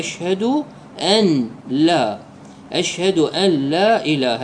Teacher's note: الأمر الثاني بالنسبة لقوله أشهد أن لا إله، أن لا هنا أكو إدغام، يريد المصلي أن يقرأ بالفك بدون الإدغام، يقرأ هكذا: أشهد أن لا، أشهد أن لا إله، يعني يلفظ النون ويفكها بدون أن يدغمها، هاي قراءة صحيحة.